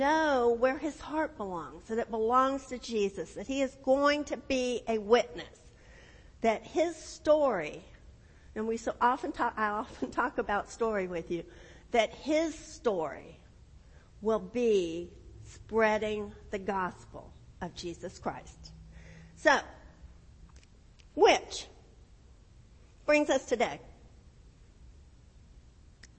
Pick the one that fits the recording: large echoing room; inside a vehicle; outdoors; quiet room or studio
large echoing room